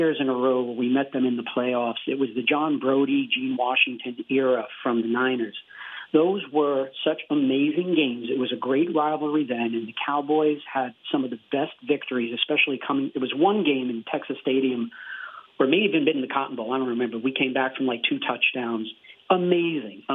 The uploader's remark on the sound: From South Korea to Texas, fans called.